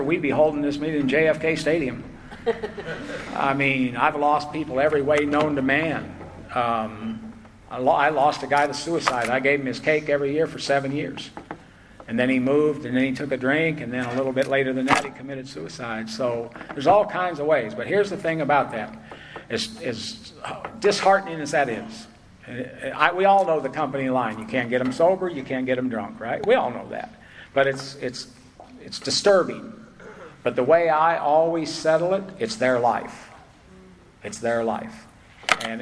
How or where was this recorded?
live audience